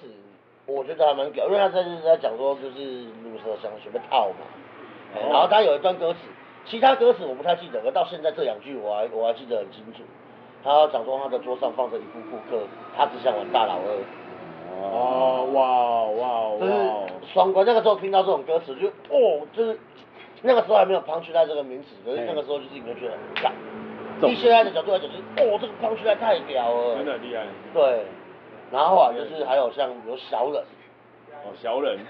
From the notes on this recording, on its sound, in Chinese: 錄音地點：台南 牽咖啡 Chen Coffee